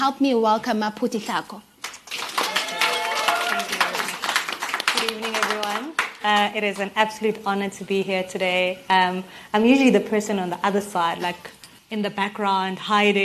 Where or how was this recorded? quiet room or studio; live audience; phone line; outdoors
live audience